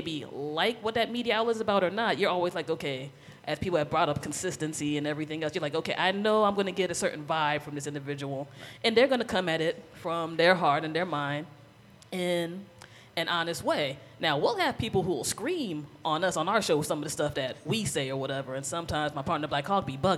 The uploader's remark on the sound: Bondfire Radio Audio Fest LIVE. During the 2015 Bondfire Radio Audio Fest.